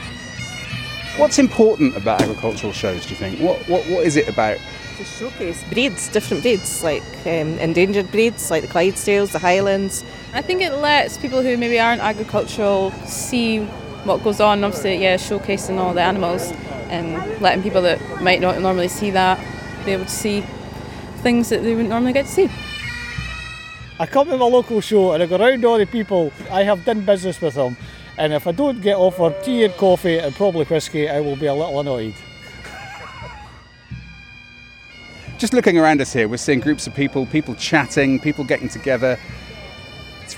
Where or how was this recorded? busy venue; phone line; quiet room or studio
busy venue